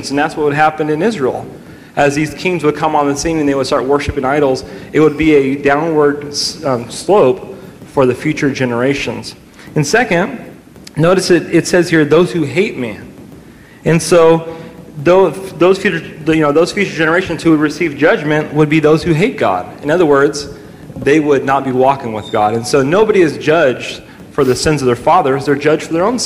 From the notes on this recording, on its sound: during a live Q&A session